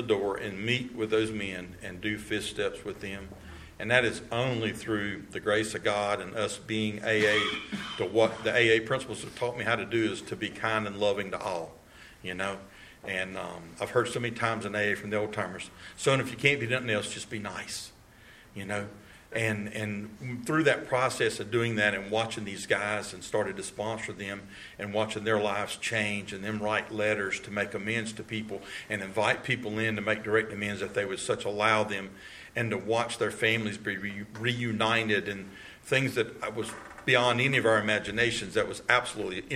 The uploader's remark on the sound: at the 3rd Practice These Principles Conference in Cary NC on Dec 9 2023